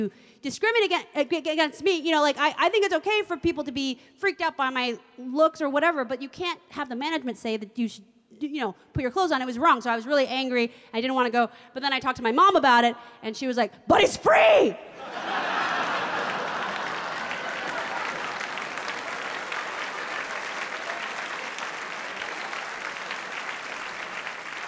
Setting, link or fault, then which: setting, live audience